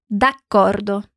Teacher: a gente tem a junção da palavra di e accordo, mas a gente emenda o som como se fosse uma palavra só